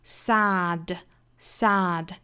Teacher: sad 这个词呢在英式发法里更倾向于上下开口度比较大的 sad.Sad，它更倾向于靠后发音